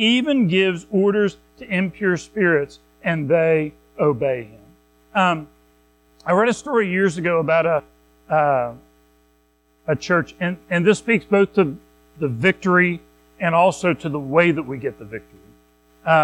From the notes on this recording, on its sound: Recorded at Madison Baptist Church in Madison WV